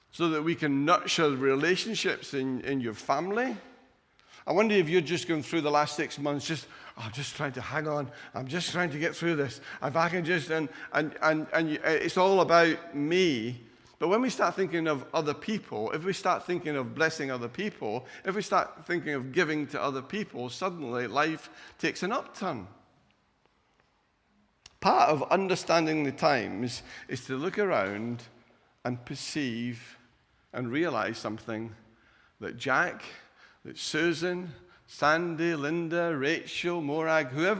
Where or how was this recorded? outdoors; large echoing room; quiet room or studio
large echoing room